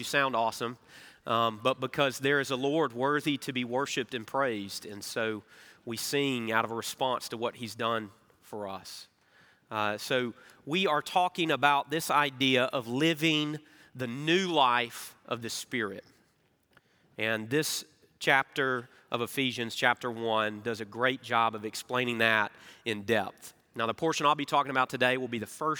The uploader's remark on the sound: Recorded Live at Brookwood Church.